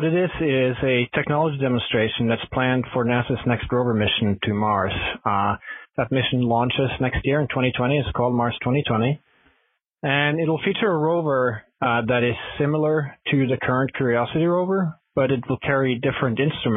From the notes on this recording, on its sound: Future in Space Operation teleconference